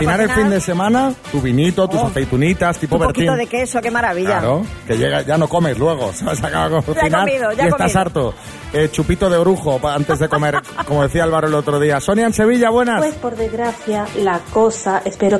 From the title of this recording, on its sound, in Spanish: en directo desde el MUSEO GUGGHENHEIM BILBAO